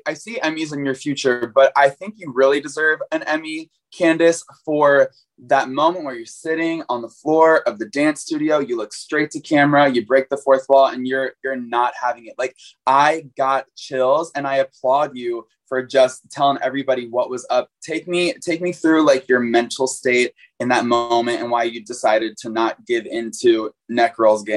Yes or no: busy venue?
no